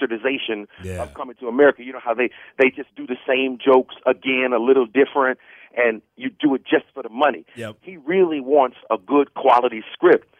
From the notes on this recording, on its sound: called into Comedy 1031